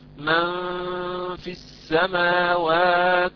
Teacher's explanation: غنة مستطالة عند إخفاء النون عند الفاء